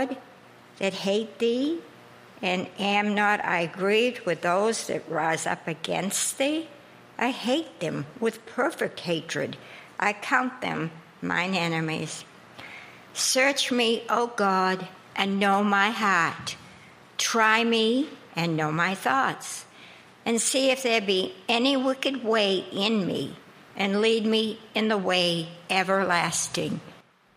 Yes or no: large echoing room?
yes